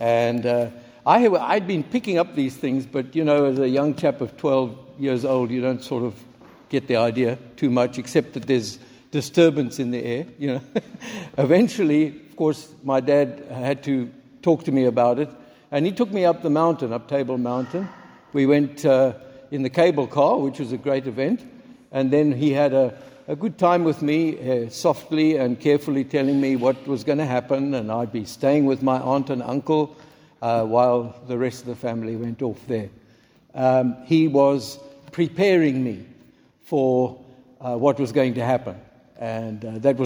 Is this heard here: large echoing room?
yes